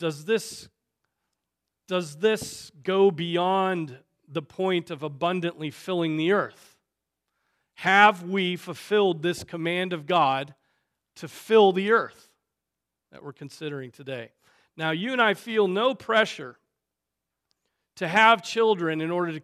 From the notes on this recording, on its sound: Preached on February 4, 2024 at Trinity Presbyterian Church (Evangel Presbytery) in Spartanburg, SC.